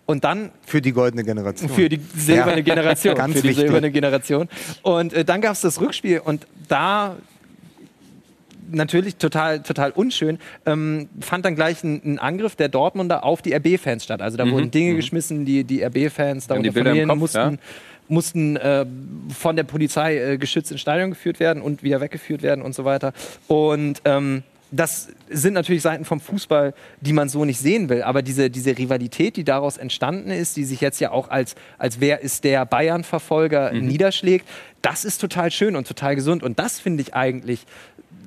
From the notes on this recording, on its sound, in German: Die Volkswagen Tailgate Tour live - Mixed Zone! Dieses Mal als Warm Up vor dem großen Spiel. Neben Gesprächen mit Fans.